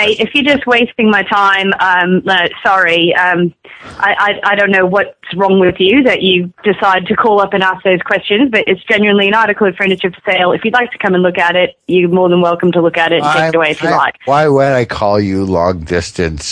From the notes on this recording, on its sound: …'s Personal Prank Phone Calls Collection.